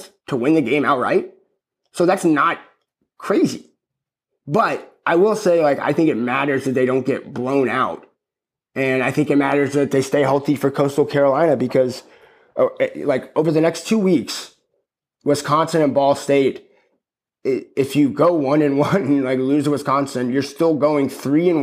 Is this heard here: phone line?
no